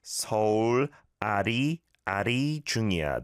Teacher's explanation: The leal is much lighter, I'd say, than an L. An L can sometimes sound a bit dark, they say, in vocal spheres.